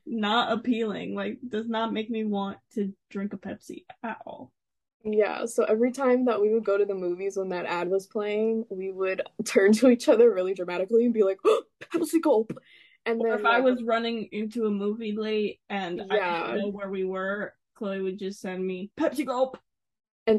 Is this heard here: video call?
yes